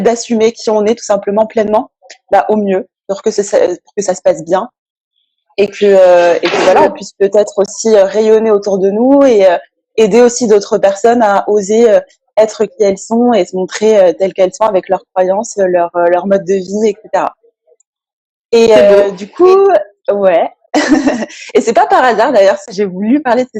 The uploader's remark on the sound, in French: j’ai eu le plaisir d’échanger (en live Instagram)